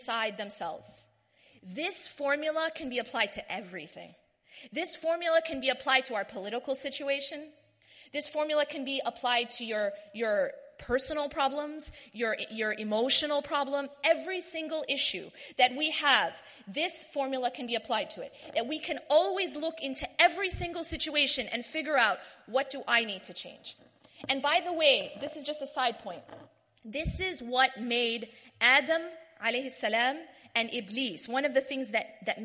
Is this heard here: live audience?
yes